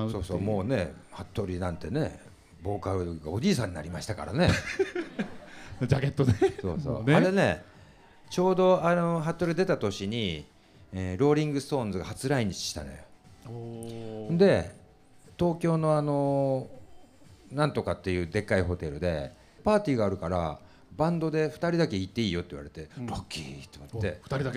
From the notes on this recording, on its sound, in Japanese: 2022年11月に広島市中区のファッションビル“サンモール”で、。公開録音の模様をまとめた特別番組です。こちらの音源は楽曲やBGMなどを抜いて再編集した音源になります。